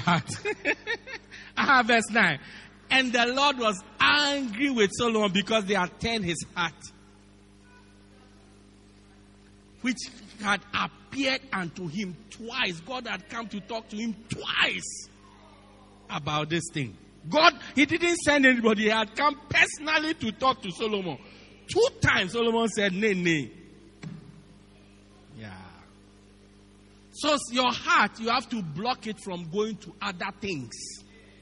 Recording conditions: large echoing room